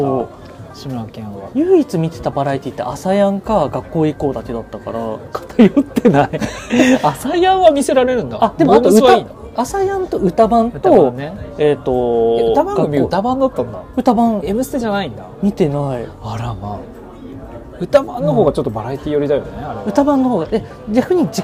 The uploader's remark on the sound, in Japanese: 初の勝手に公開収録、居酒屋店内でのゆるゆるフリートーク回です